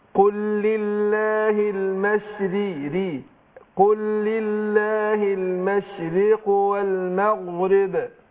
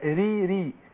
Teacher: الراء المكسورة بتاخد ادنى درجات، اقصد بترقق · Shown in: first take